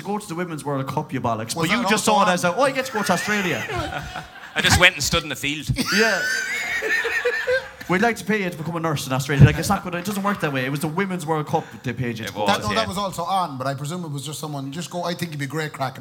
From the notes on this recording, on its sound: Live Show. Live at Anderson’s.